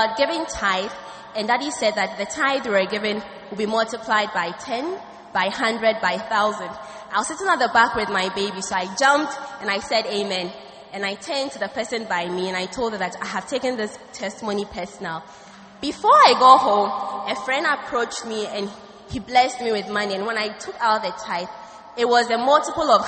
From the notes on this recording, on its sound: Preached at the First Love Center, Accra.